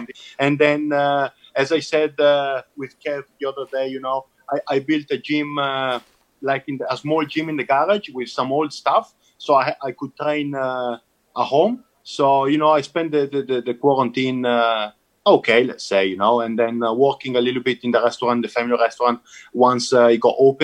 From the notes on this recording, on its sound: Recorded via Zoom.